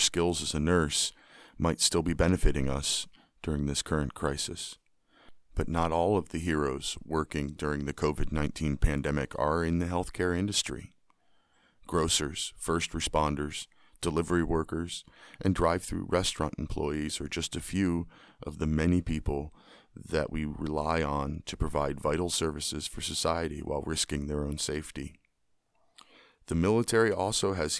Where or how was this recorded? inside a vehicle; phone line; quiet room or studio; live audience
quiet room or studio